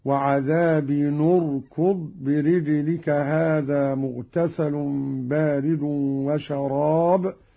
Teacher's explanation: قرأ قالون بضم أولى الساكنين وهو التنوين